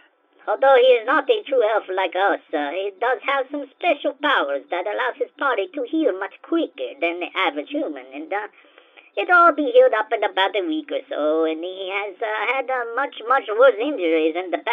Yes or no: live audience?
no